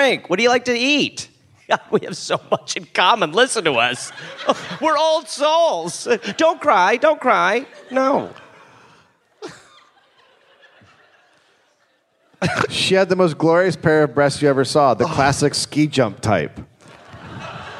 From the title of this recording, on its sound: Live in Brisbane